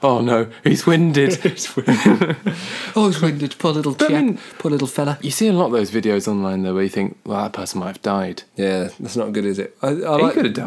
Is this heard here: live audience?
no